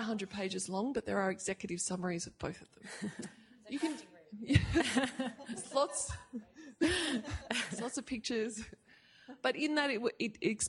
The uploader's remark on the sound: This event, part one of the Business Making of Climate Change series, brings together investors, lawyers and academics as they consider these questions. This event was held at the University of Sydney on Wednesday 22 May, 2019.